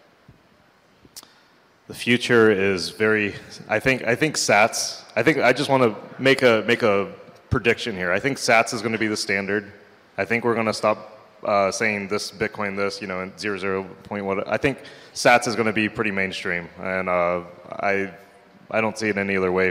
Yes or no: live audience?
yes